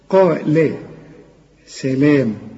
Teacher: قا أعلى درجات التفخيم لكن اللام مرققة